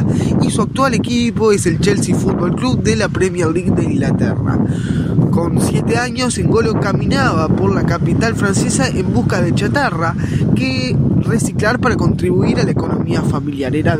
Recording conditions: wind noise